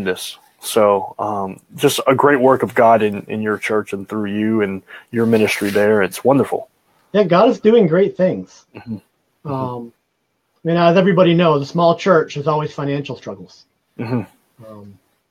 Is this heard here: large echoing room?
no